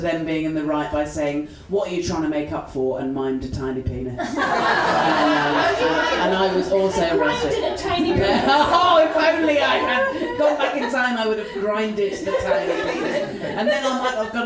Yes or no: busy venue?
yes